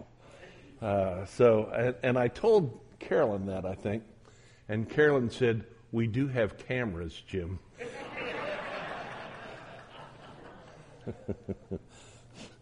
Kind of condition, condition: setting, large echoing room